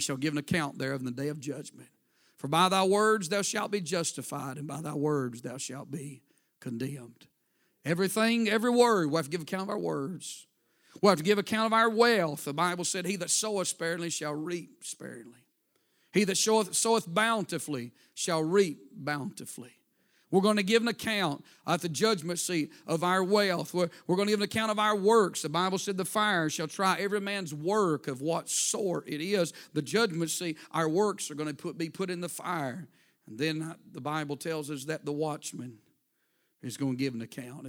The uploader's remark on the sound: A sermon preached Sunday Morning, on October 8, 2023.